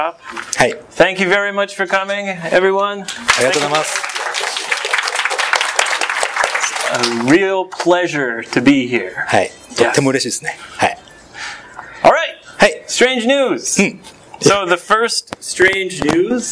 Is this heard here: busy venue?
yes